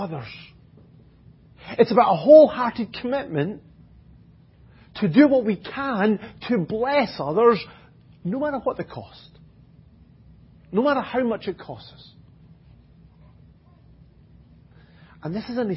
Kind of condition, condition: setting, large echoing room